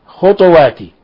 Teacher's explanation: ويلزم من إسكان الطاء قلقلة الطاء